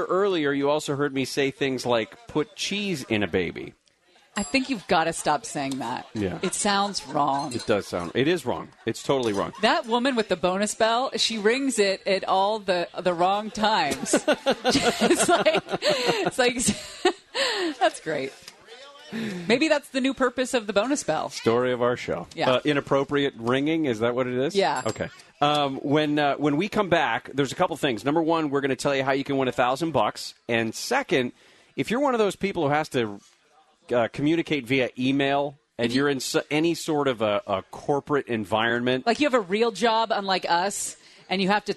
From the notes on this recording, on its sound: LIVE at HK's Bar and Grill in Rancho Cucamonga